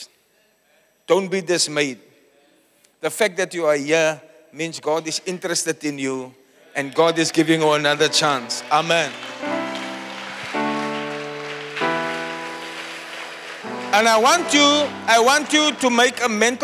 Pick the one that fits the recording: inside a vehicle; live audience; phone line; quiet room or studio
live audience